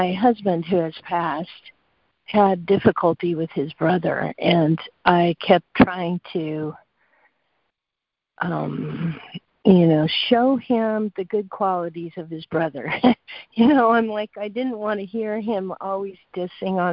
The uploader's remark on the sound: ACIM Daily Conference Call